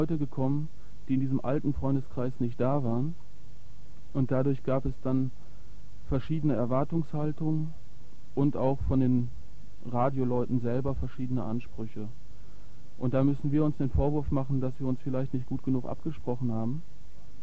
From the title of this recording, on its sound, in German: Telefoninterview